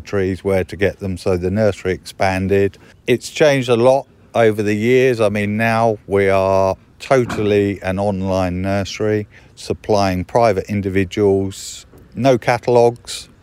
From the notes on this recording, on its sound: Recorded at the Adhust Estate Allotment in Hampshire